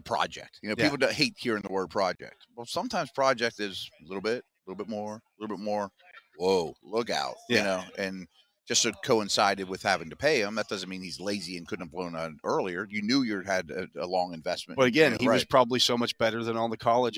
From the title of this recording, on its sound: The Drive LIVE from the NFL Combine